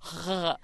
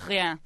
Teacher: you're trilling way in the back of your throat with the back of your tongue on your uvula